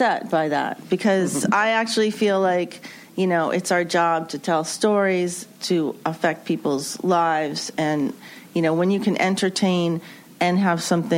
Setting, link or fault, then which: setting, busy venue